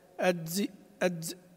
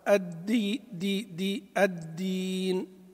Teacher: وفي بعض اللهجات العامية يدخلون عليها ما يشبه الزاي · Shown in: first take